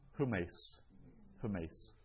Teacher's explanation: notice that's a rough breathing over the upsilon, huh. So we pronounce that, start with an H, humes, humes.